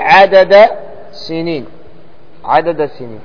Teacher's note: الثالث تقارب في المخرج دون الصفة، مثل الدال مع السين، الدال مع السين، السين من طرف اللسان والدال من طرف اللسان